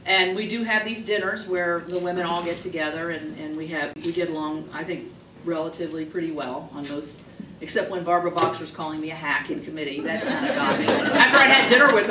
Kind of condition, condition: setting, busy venue